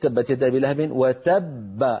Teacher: بينما الحرف المدغم مثلا تبت يد أبي لهب وتب، الباء الأولى المدغمة تخرج بالتصادم كغيرها من الحروف، وتب، لما أقول تبت يد أبي لهب وتب أنطق باءين، الباء الأولى مدغمة والباء الثانية مقلقلة.